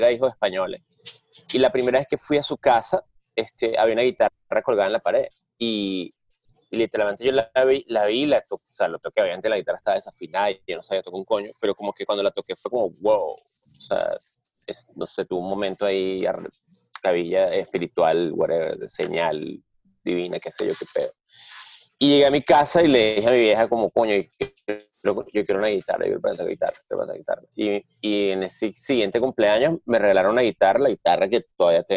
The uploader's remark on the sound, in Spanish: Se conectan via Zoom un domingo por la mañana.